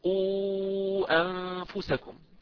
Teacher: المنفصل أيضا يمد بأربع أو خمس حركات، كذلك مثال قوا أنفسكم، عندنا كلمة قوا، عندنا واو آخرها وهو حرف مد لأن ما قبله مضموم